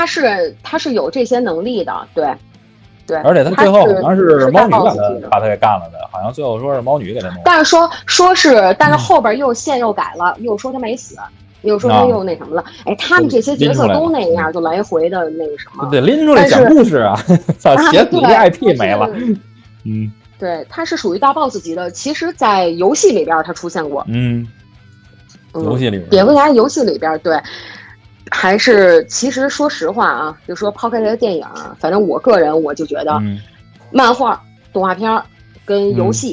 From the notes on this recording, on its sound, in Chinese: 特殊时期，线上录音，效果不好